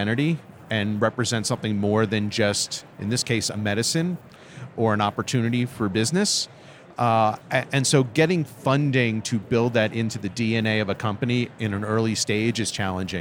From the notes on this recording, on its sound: Live from Psychedelic Science. From attending the largest psychedelic conference in modern history.